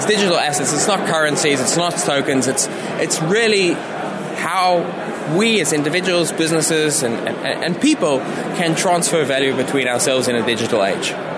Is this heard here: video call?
no